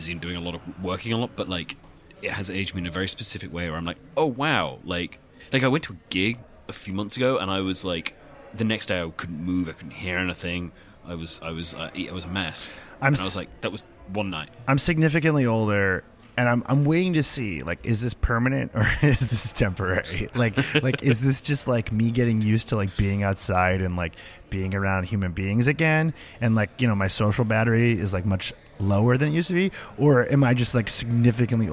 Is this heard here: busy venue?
yes